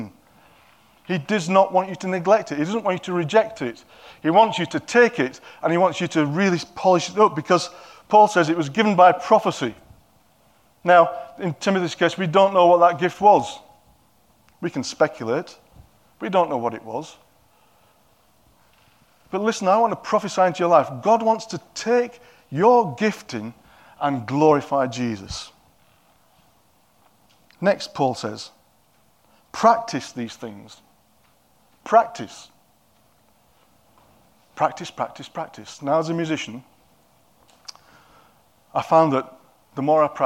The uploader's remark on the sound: At King's Church, Cockermouth, as an audio file.